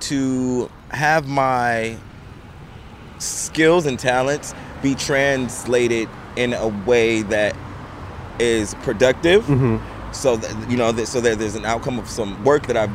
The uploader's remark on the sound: Recorded 5/31/2022 outside the Dixie Hollywood in Los Angeles.